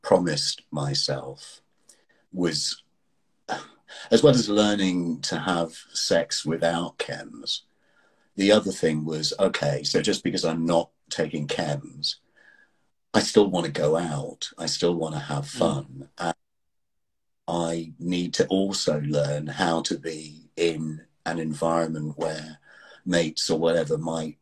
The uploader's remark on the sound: Recorded on 28 January 2023 on Instagram Live